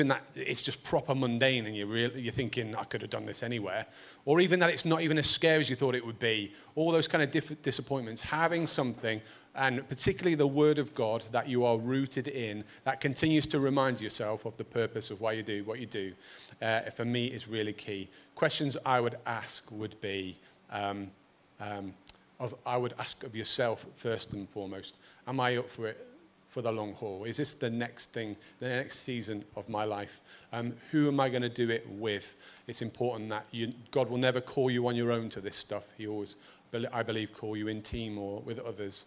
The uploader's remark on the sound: Recorded at Proximity 2019.